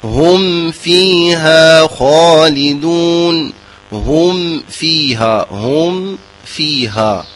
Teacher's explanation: فالميم تخرج من بين الشفتين والفاء تخرج من أطراف الثنايا العليا وباطن الشفة السفلى